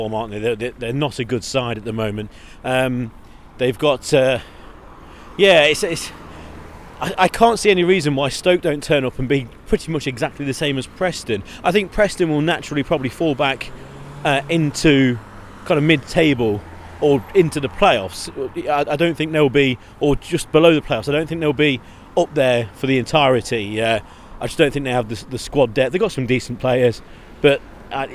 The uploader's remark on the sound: Live at the King Power as Leicester beat Preston 3-0 to sit top of the Championship.